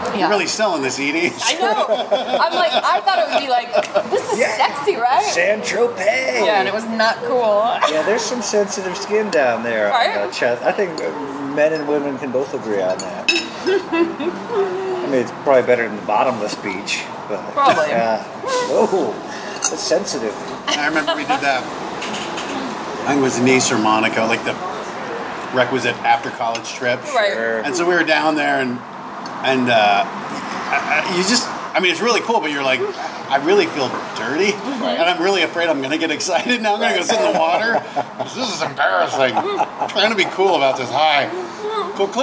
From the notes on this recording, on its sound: at The Mohawk Bend in Echo Park